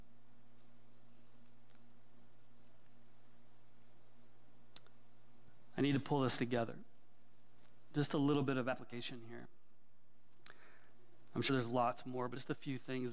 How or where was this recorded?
large echoing room